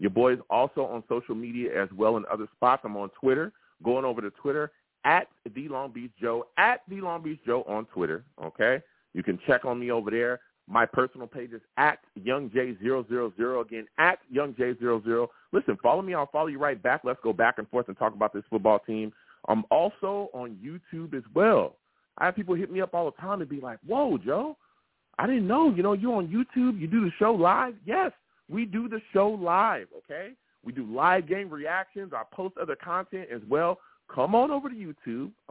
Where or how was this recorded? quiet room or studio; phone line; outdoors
phone line